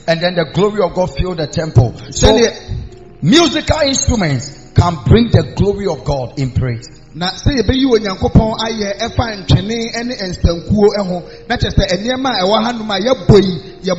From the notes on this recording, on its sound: Preached At The Miracle Arena